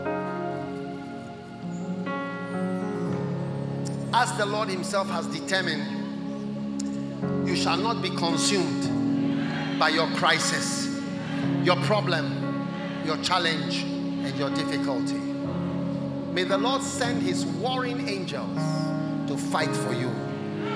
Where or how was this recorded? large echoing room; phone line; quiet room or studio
large echoing room